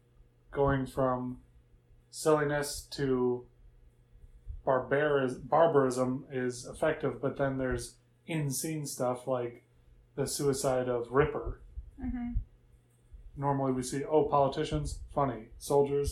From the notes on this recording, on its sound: Sorry about the sound of wind coming in so often, we had a fan running. We had the AC off.